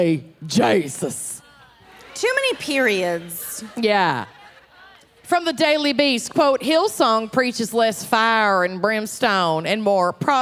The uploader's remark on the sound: Dallas LIVE! Live from Dallas.